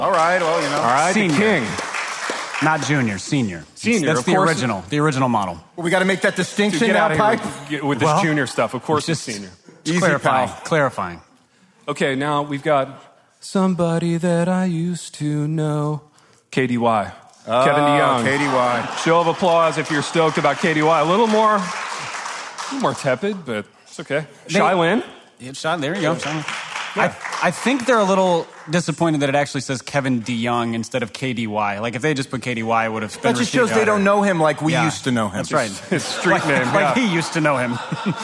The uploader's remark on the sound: LIVE IN LOUISVILLE. Gathered with 80 of their closest friends for sheet cake, coffee, and decadence.